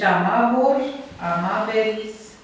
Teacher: Din cauza consoanei R, care în limba latină are proprietatea de a deschide timbrul vocalei precedente. În cazul nostru, vocala tematică își păstrează timbrul E.